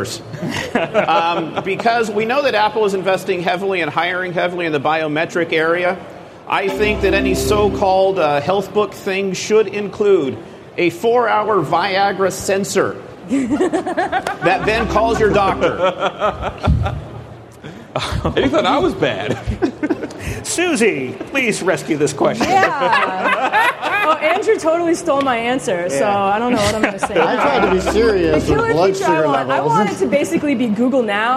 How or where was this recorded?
busy venue